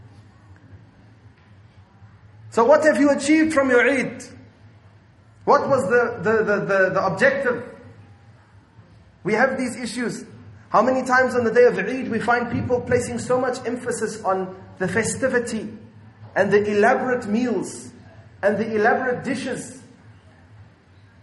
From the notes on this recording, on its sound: at Masjidul Jumuah Milnerton 9/8/19 for Jumuah